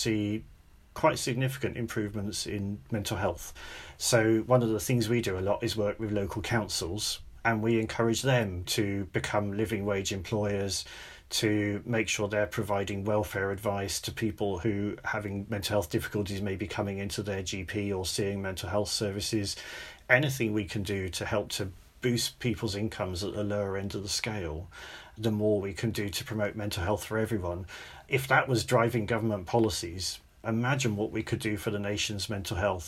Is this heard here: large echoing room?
no